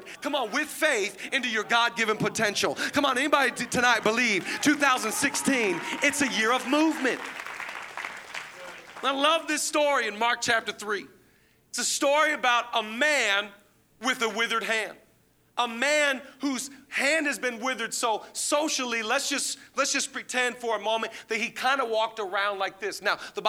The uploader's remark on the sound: Zoe Church LA. Live from the El Rey Theater.